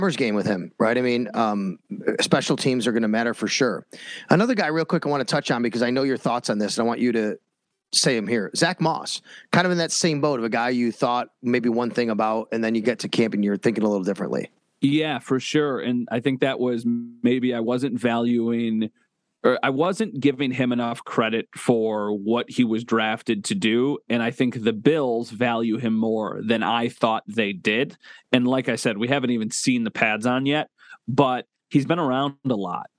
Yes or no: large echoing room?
no